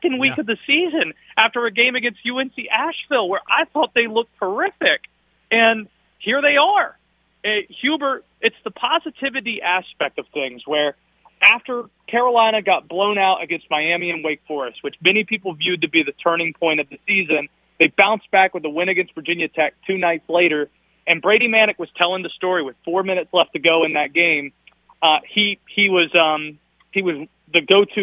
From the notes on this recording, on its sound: calls in with live updates on the action down at the Final Four